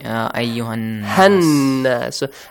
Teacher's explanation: Ha has an alif mad, but the next word has a hamzatul wasl and lam ta'rif and then nun mushaddad. Here you skip the alif mad. Ha becomes shorter. Ha, then join it with the nun.